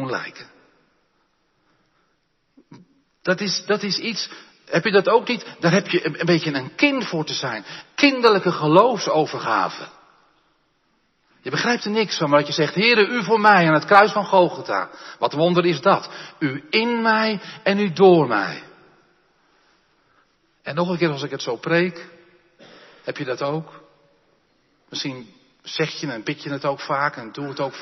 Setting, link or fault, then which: setting, large echoing room